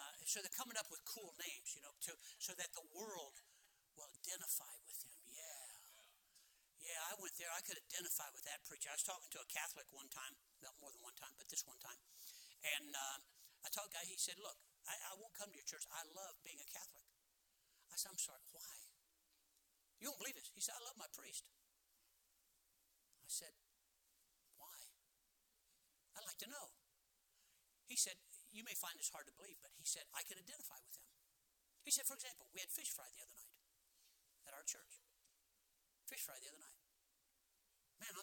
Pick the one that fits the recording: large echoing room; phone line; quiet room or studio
large echoing room